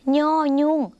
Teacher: ย่อยุ่งเสียงขึ้นจมูกค่ะออกเสียงเหมือนในภาคอีสาน